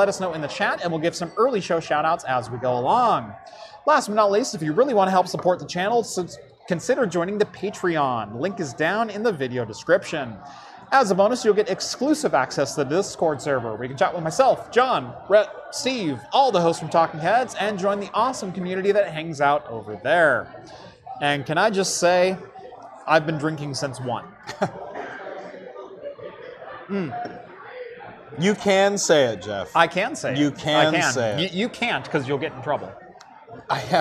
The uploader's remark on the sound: LIVE from Faultline Taphouse in Sunnyvale!